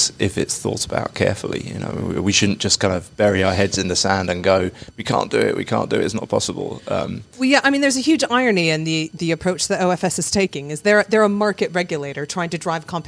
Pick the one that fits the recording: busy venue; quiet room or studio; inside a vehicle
busy venue